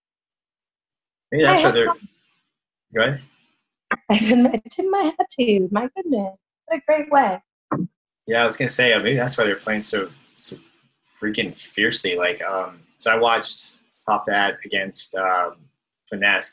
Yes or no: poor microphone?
yes